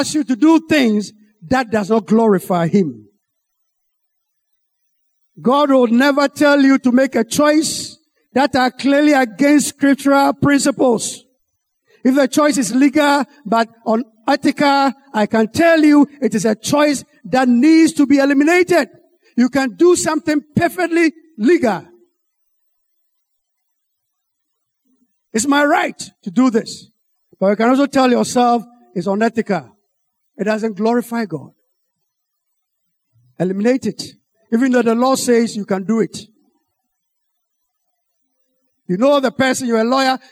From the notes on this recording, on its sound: Sermon preached at CBC Adabraka Campus.